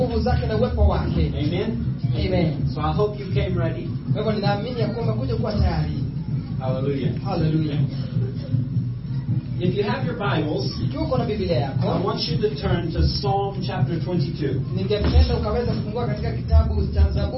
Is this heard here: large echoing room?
yes